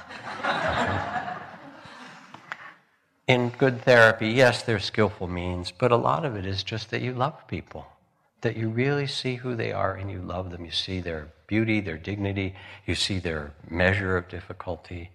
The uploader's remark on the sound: Live from the Spring Insight Meditation Retreat at Spirit Rock